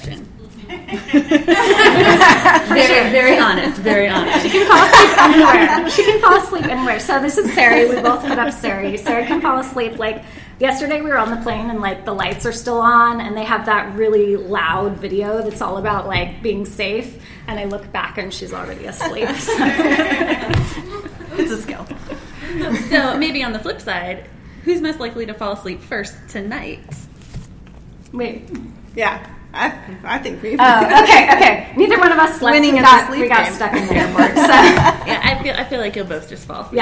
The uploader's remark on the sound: ASHA 2018 - Live in Boston. This episode is a live recording of our podcast show at ASHA. Had an absolute blast presenting a live podcast show.